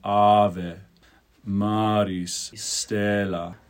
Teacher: instead of doing ave, where you have two vowels at the end, you just want to keep that single pure E